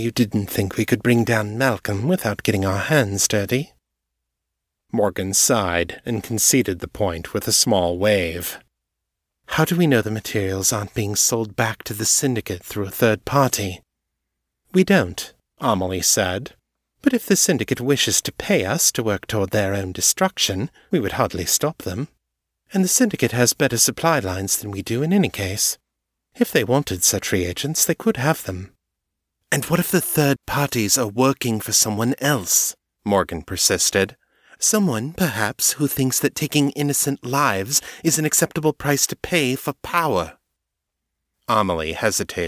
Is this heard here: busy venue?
no